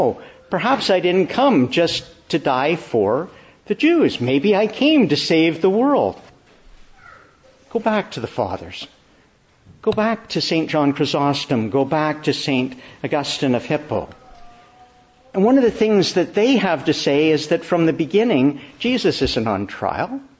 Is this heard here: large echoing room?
yes